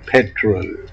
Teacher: Say petrol with a stressed pet vowel and follow with the last vowel of father. Stress pattern, daddy.